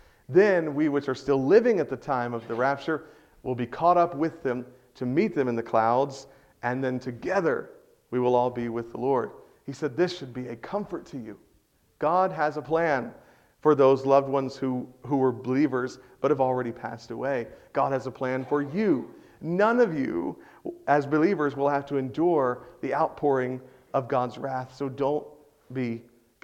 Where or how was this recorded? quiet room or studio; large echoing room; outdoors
large echoing room